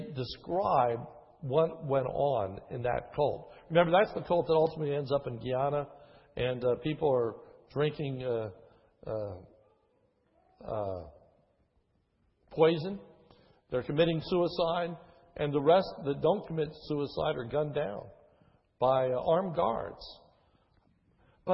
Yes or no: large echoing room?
yes